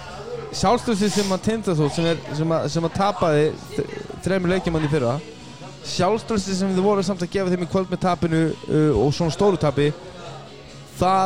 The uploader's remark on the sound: Live From Brons. Brons Keflavík.